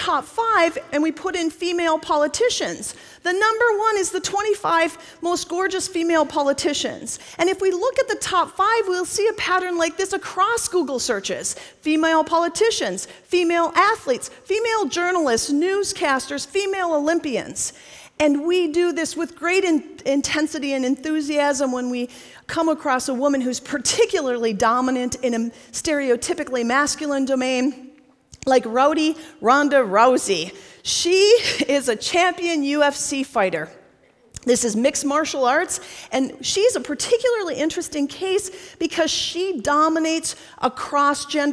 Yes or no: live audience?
yes